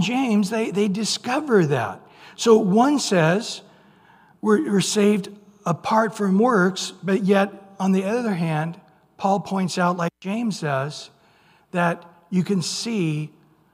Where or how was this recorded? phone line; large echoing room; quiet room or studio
large echoing room